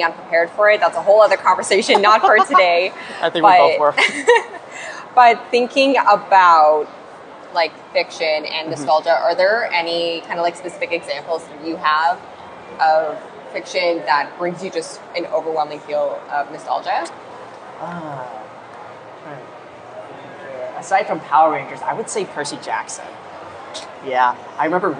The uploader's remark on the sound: FanExpo Panel. Share my panel from FanExpo Vancouver.